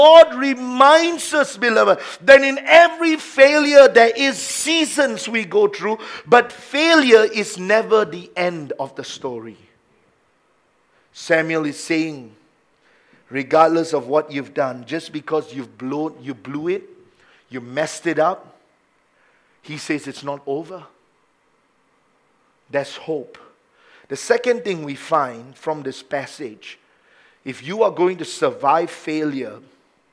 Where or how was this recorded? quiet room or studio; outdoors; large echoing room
large echoing room